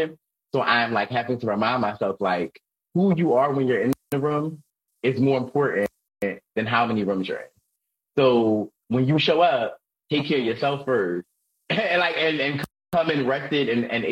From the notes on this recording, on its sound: Instagram Live audio